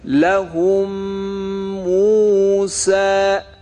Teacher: اما حکم ادغام، اگر هنگامی که بعد از میم ساکن میم متحرکی قرار بگیره، این دو میم در هم ادغام می شوند و باید صدای این دو میم به صورت مشدد در حالتی که دو حرکت صدای مدغم فیه رو میکشیم تلفظ بشه، مانند این مثال ها: لهم موسى، در حالت ادغام میخوانیم لهم موسى. · میم ساکن در میم دوم ادغام شد و با حالت مشدد خوانده شد